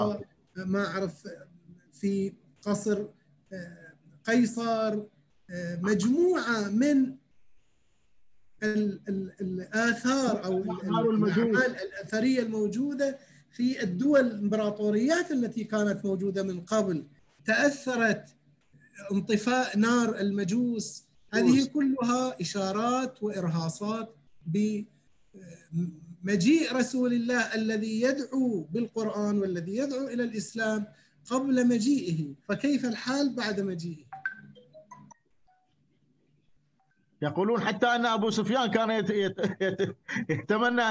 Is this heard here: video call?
yes